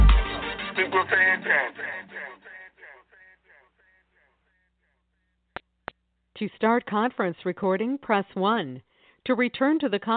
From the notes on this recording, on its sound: Conference Call